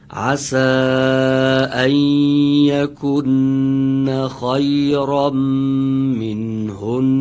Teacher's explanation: نون در یکنه که تشدید داره باید با حرف قبلیش که کاف باشه و ضمه داره با اون خونده بشه، کن اینطوری.